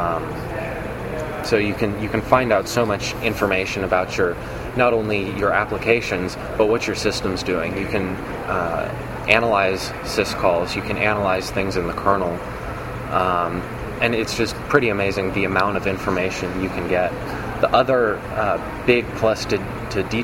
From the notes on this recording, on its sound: at the LinuxWorld Expo in Boston.